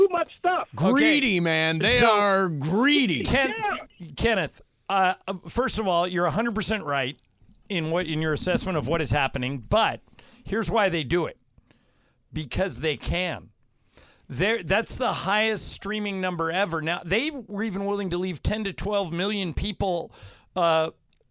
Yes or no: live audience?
no